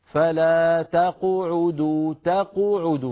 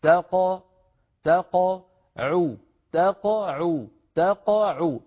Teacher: القاف ليست مضمومة، القاف ساكنة مقلقلة، هكذا تاق تاقعوا تاقعوا تاقعوا، فالضم يكون للعين فقط ولا نضم الشفتين مبكرا عند القاف · Shown in: second take